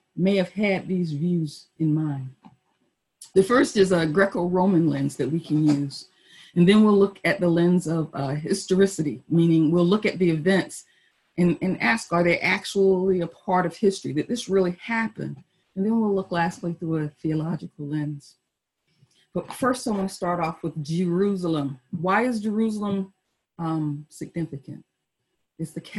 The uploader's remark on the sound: Our Zoom streamed Palm Sunday Service!